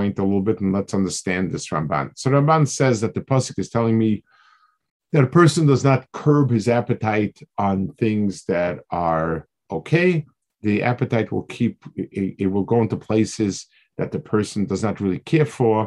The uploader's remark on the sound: This shiur take place over Zoom on Motzei Shabbos.